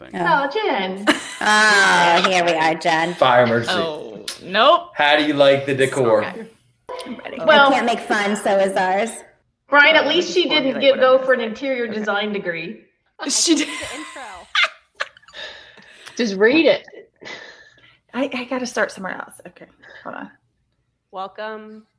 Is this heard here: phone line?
no